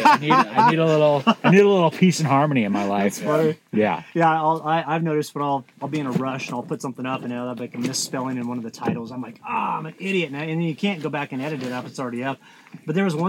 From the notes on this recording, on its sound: This was a really fun episode to record from our camp outside of Sedona.